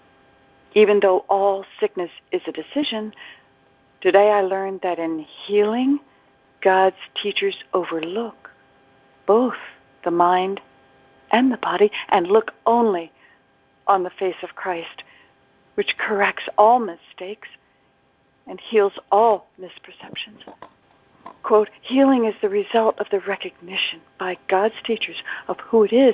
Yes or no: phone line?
yes